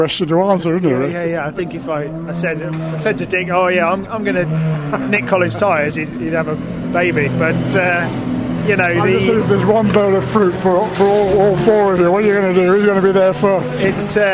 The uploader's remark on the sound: at Thruxton Media Day